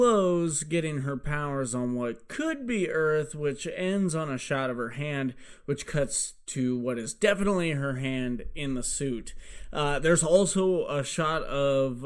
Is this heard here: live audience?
no